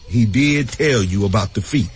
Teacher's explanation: 这个 did 因为是表强调，他的确 did tell you about the feet